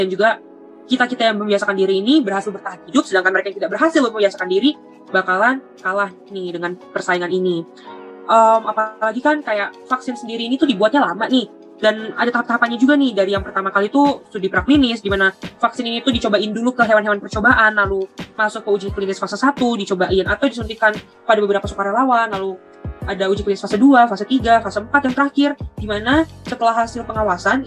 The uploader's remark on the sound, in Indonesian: Podcast dibuat dengan menggunakan aplikasi video meet ZOOM dan di edit dengan menggunakan aplikasi InShot.